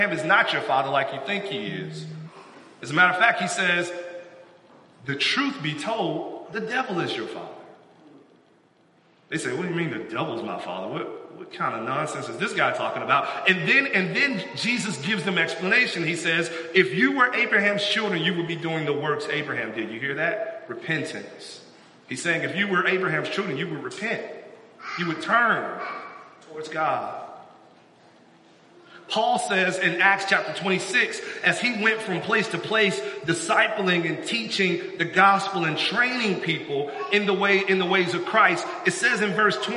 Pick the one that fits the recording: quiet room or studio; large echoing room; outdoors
large echoing room